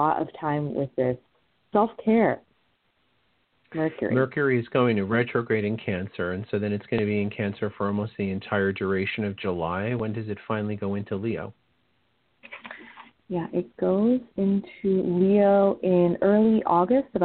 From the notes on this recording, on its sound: This is a call in show